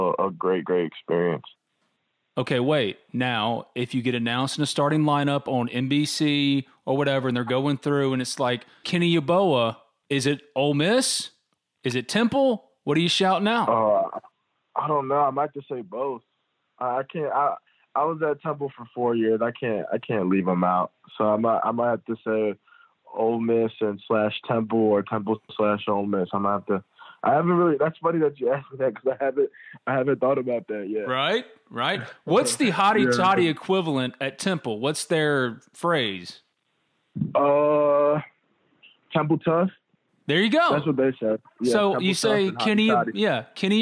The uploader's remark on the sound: on the Modern Woodmen phone line